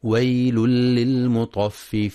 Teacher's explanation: ينتبه القارئ للإدغام الكامل بغير غنة في ويل للمطففين